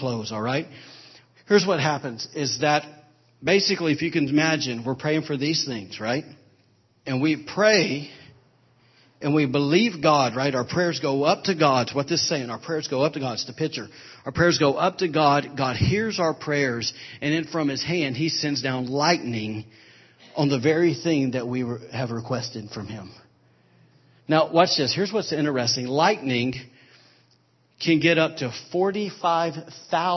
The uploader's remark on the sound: Was recorded on Sunday, April 9, 2017 during Sunday morning service at Celebration Life Family Church.